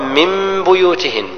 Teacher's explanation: النون هنا تقلب ميما مخفاة بغنة قدر حركتين فتقرأ من بيوتهن، ونقر من لا ننطق بنون ننطق بميم، من · Term: إقلاب